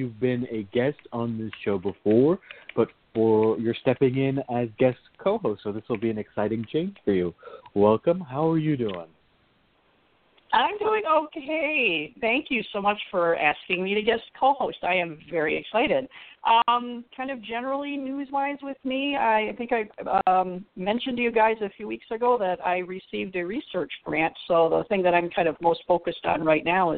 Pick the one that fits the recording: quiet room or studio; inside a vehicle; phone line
phone line